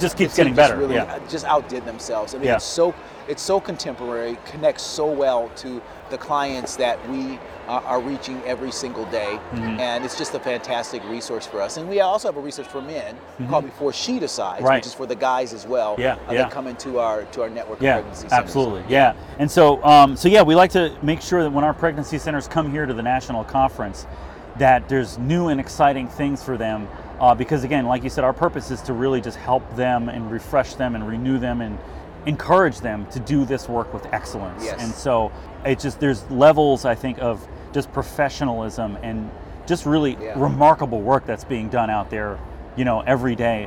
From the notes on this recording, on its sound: Recorded from Care Net's National Conference in Mobile, Alabama. The 2023 National Conference had 1,600 attendees, an all-time record.